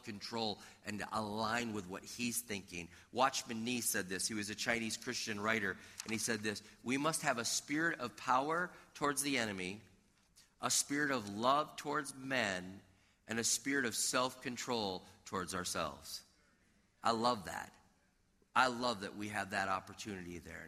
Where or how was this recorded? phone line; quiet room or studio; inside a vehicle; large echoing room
large echoing room